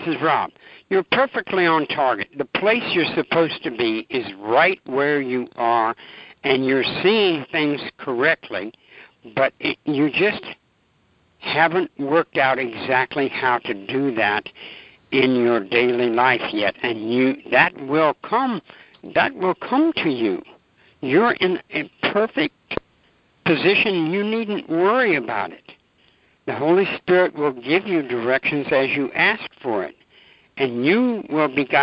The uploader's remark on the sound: ACIM Daily Conference Call.